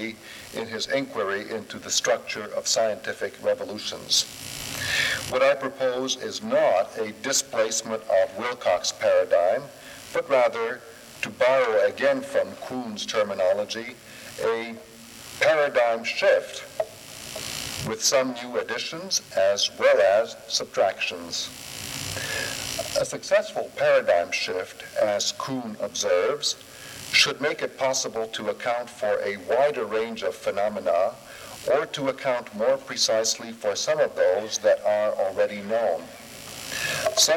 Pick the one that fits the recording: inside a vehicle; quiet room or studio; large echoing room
large echoing room